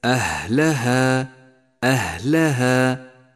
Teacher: تأمل صفة الهمس لحرف الهاء في كلمة أهلها أهلها. الهاء من حروف الهمس جاء هنا ساكنا فلذلك هو حرف ضعيف إلا إذا قويته بصفة الهمس أهلها.